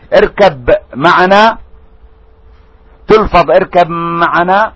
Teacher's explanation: يدغم الباء بالميم ويسمى إدغام متجانس